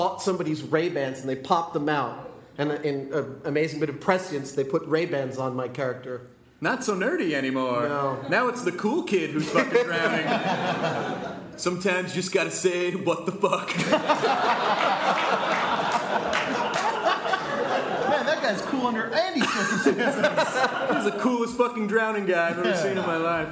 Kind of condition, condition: setting, live audience